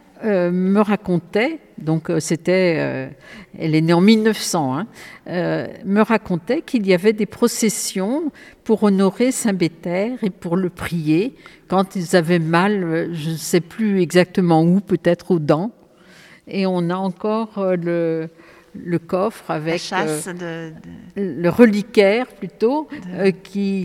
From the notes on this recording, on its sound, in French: Enregistrée le 9 avril dans l'église de Bazoches-les-Gallerandes.